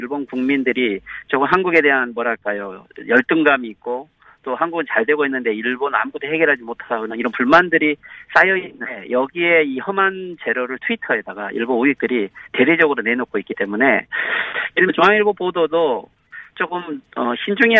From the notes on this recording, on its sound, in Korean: 전화연결